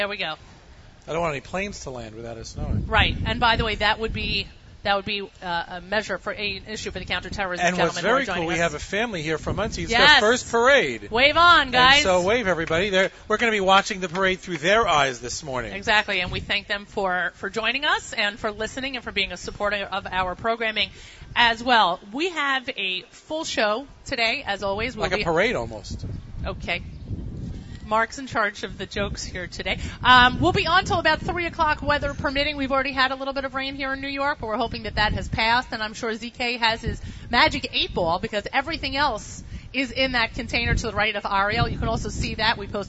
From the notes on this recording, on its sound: Broadcasts Live from the 2015 Celebrate Israel Parade in NYC. Bring you the sights and sounds of this year's Celebrate Israel Parade on Fifth Avenue in NYC.